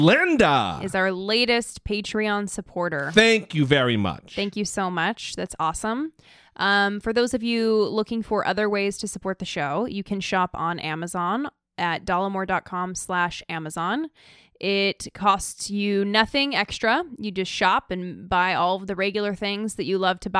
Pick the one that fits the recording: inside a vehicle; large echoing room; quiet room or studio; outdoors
quiet room or studio